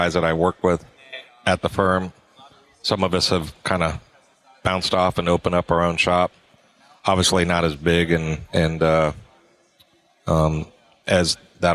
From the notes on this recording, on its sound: At Synkd Live